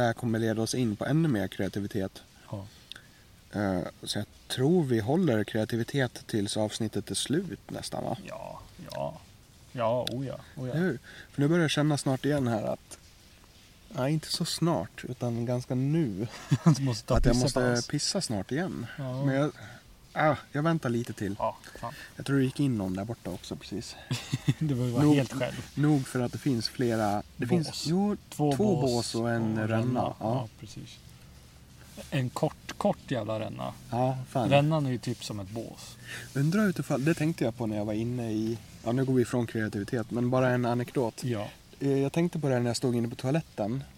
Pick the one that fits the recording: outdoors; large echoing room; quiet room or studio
outdoors